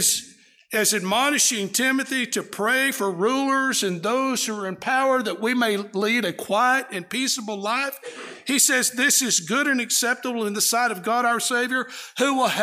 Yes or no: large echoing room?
yes